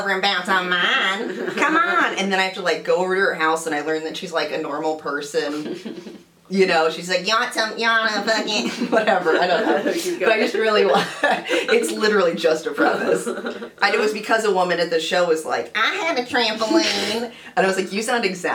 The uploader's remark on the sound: the audio is going to be better by Episode 6, we swear!